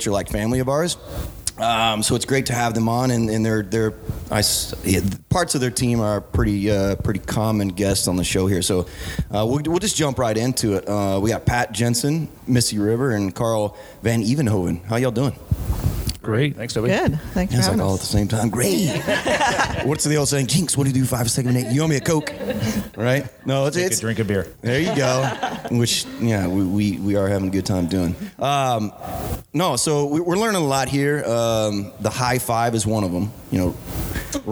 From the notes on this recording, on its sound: We're LIVE at the 18th Annual Hop & Brew School. Live From Hop & Brew School. We're LIVE at the 18th Annual Hop & Brew School , hosted by Yakima Chief Hops (YCH)!